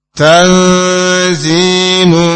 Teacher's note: Nun sukun bertemu dengan huruf zai, za. Ikhfa, tarqiq. Bacanya samar-samar disertai gunnah sedikit. Karena nun memiliki sifat gunnah.